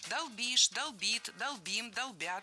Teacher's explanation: Во всех формах ударяем окончание.